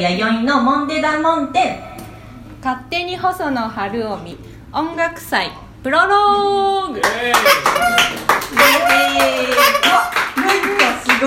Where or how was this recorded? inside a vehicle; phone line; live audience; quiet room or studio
live audience